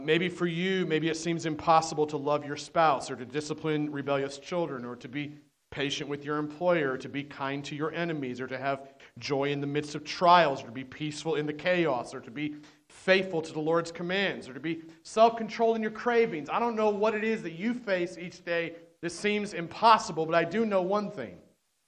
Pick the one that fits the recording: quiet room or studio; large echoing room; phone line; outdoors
large echoing room